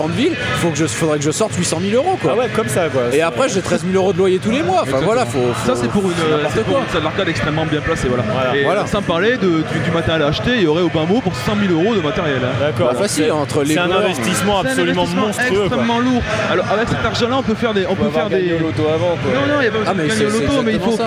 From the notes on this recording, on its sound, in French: Stunfest 2010. Podcast sur l'arcade enregistré lors du Stunfest. Il a été remixé, nettoyé et chapitré.